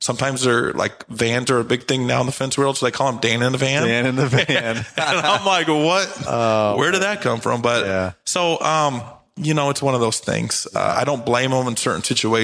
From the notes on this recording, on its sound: LIVE from Auman HQ at the Pod Summit 2023